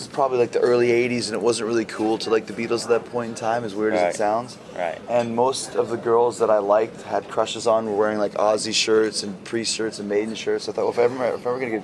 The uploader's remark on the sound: recorded at Hard Rock Hell